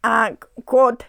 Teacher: Послушайте, насколько это сильно отличается от привычного нам произношения просто «кот» с обычным «о» ровным, а здесь будет «кот» с дифтонгом типа «уо» на месте закрытого «о»